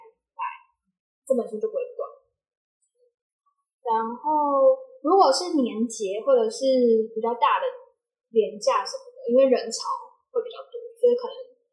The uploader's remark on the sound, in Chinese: 現場收音設備不足，後製已盡量降噪處理，音質不佳敬請見諒。